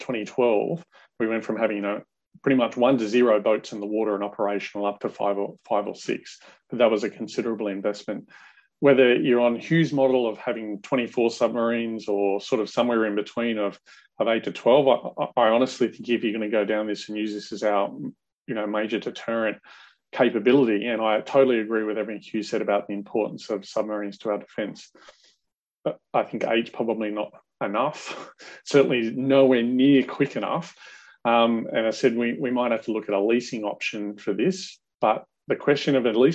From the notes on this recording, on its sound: During this Webinar. Our distinguished panel share their views.